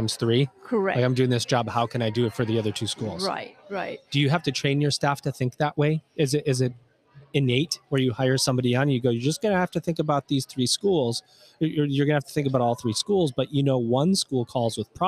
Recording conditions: busy venue